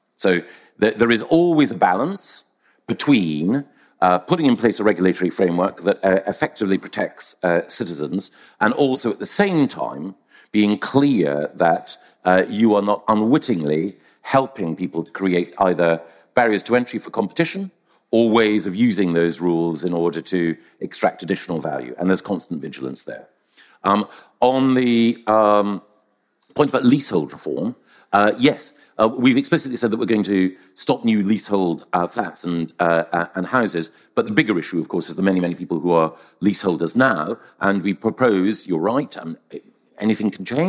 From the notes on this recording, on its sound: Political Fix special: Live at the FT Weekend Festival.